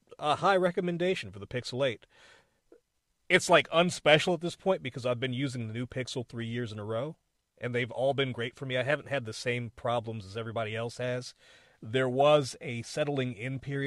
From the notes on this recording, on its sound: A quick and dirty episode that I recorded in my car.